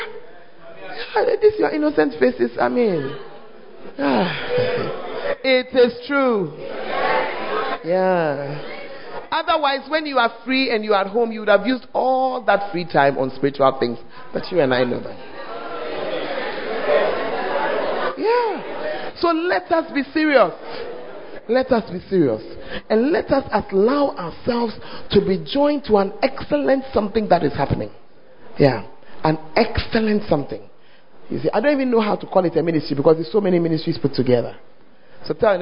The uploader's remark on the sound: Preached At The 100s and 200s Camp